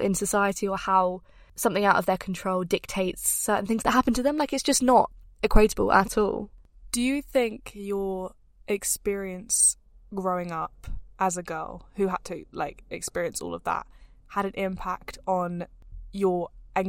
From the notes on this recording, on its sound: we are broadcasting straight from the car